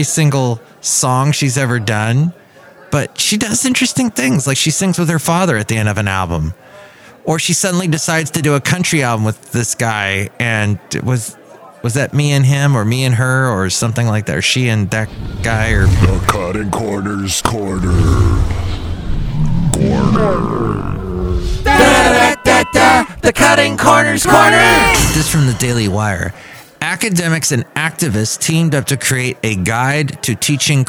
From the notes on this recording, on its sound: podcasts live from Café Anyway